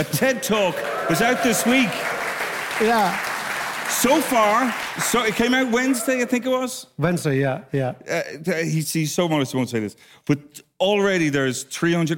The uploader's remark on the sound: A live podcast straight from Kilkenomics